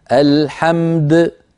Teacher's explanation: تعطي الميم حقها من البينية والدال حقها من القلقلة